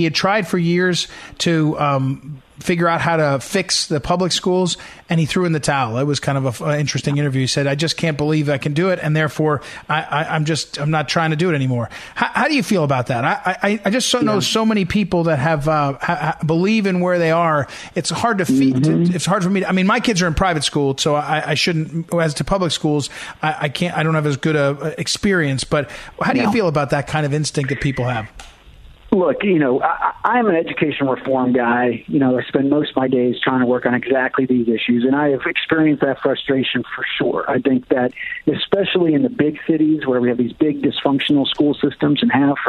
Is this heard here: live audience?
no